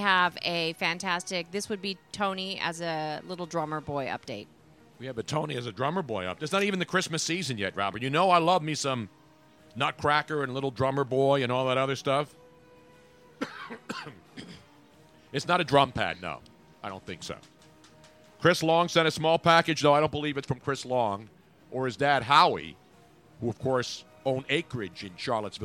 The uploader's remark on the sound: live from Lambeau Field Pregame